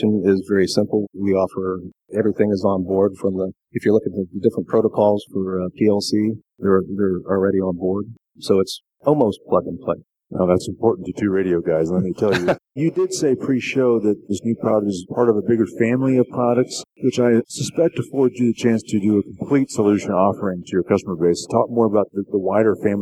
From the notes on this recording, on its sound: Live from The ASSEMBLY Show